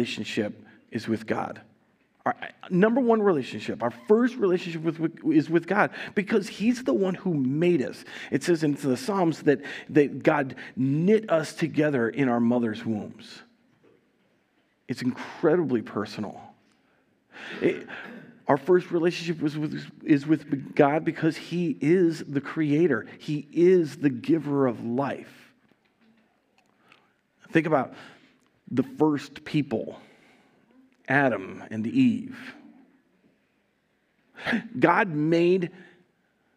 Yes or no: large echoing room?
yes